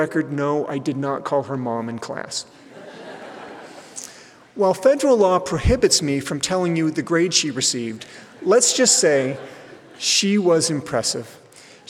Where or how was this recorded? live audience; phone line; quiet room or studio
live audience